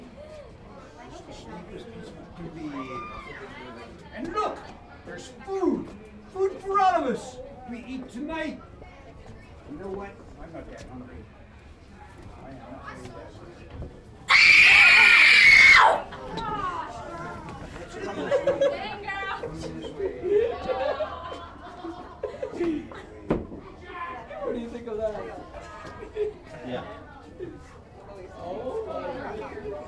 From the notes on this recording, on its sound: Live at the Haunted Ship Pt.2 - Columbus, Ohio. The entire show is live and onsite at the Santa Maria, as it's called when it's not Halloween.